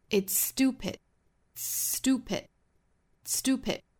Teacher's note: its whole life 后面 believing that it's stupid, that it's 也是两个虚词做弱读，要读得很快的。最后的 it's stupid 同样是前面的 ts 再跟后面的 s 做同化，只发前面的这一个，稍微时间延长一点。It's stupid, stupid,stupid。包括还有一点要注意的呢，就是 stupid 里面的这个字母 t，那这里面呢，前面是因为有了一个 s。后面的这个清辅音呢，我们不送气了，发一个类似于一个 d d 的发音，stupid，stupid，stupid。It will spend its wholelife，在